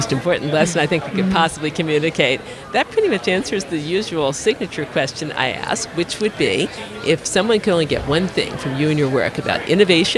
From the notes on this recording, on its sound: During Podcast Movement 2018, in Philadelphia, we had the privilege of recording, live-on-tape from the Talkshoe booth, with two special guests.